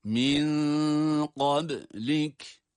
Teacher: Burada min kablik ama ihfa sebebiyle nun gizleniyor. Fakat gizlenen nun ince olarak tutuluyor. Kalın değil. Kalın okunan kaf harfidir.